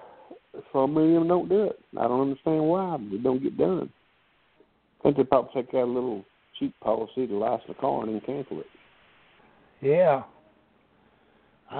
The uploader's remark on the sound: This is an open call in show. Audience participation is welcome.